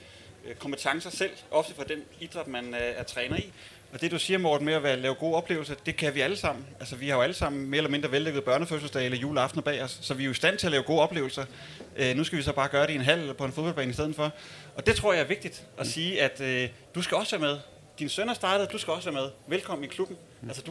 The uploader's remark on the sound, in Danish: Optaget live lørdag den 17. Juni 2023 hos Dansk Håndbold på Folkemødet.